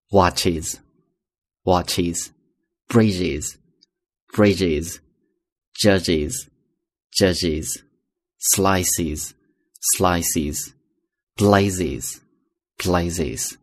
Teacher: bed d 声带振动 bez bag g 声带振动 bags bell l 声带振动 bells jar 我们刚讲过元音发音后面呢也读作 zjars。所以这是第二个规律。那么第三个规律呢，就是一些特殊的情况啊。特殊情况后面呢读 is，比如说这几个音 ch j s z 后面都读 is